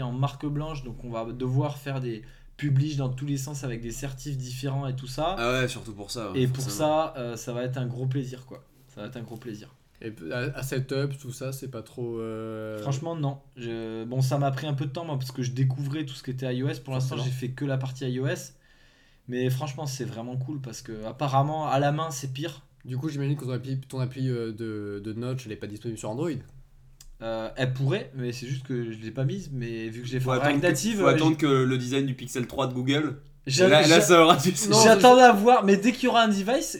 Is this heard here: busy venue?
no